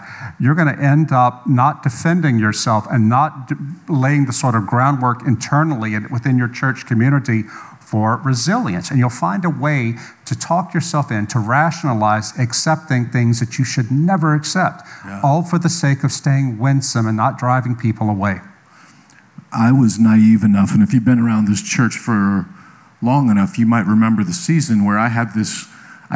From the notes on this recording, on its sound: live at Conduit Church